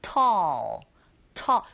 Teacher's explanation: 이때 tall 할 때 여러분, tall, 이 발음하실 때도요, 위아래로 입을 벌려서 발음하시면 됩니다. 특히 L 사운드로 끝나야 되기 때문에 우리가 이 끝에 나는 L 사운드를 dark L 사운드라고 하는데요. 이 소리 내실 때 혀끝의 위치가 이 윗니, 아, 뒤에 붙여주셔야 돼요.